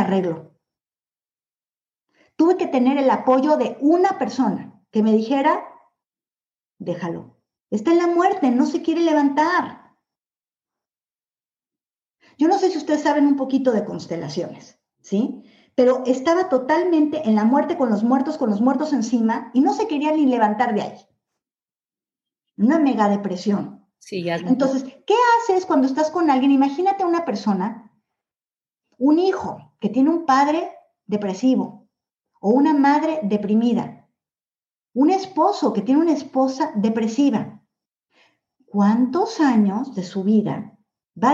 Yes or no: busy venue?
no